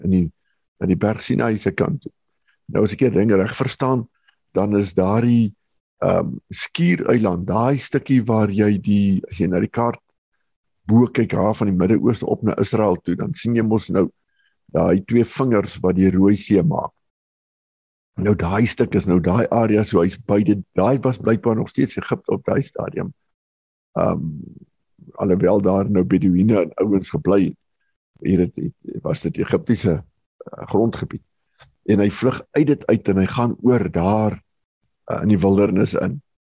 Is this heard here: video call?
yes